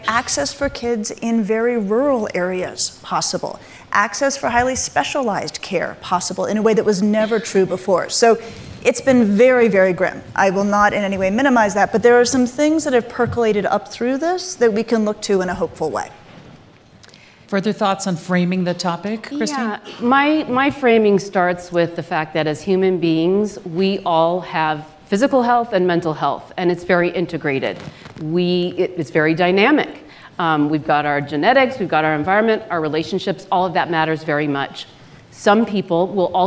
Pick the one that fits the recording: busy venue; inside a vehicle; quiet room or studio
busy venue